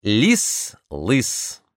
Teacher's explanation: Мягкий согласный противопоставлен твердому согласному, а передний гласный – не переднему.